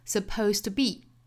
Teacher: supposed to be suppose 这个词尾部是 z 这个浊辅音结尾的。所以它后面去加一个字母 d 呢也应该是要发 d 的发音去发浊辅音所以 supposed 后面有一个 to be 这个 to 是爆破辅音打手的所以两个爆破音相遇呢把前面一个失去爆破